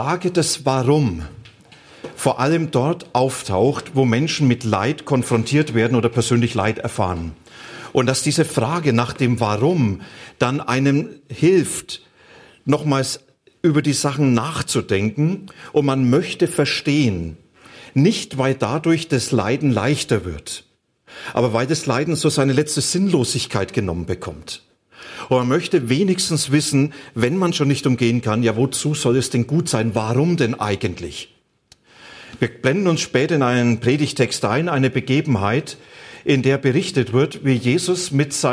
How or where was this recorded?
large echoing room